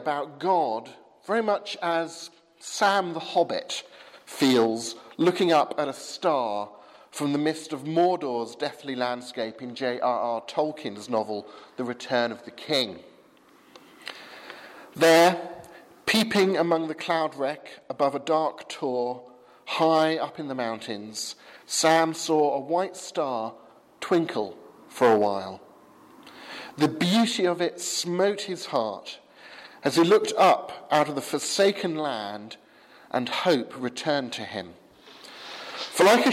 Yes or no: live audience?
yes